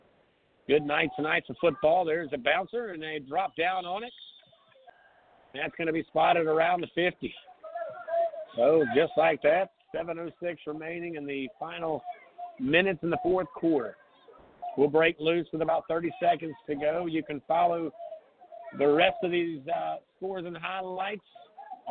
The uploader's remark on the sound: coming to you live from North Charleston at the Danny Jones facility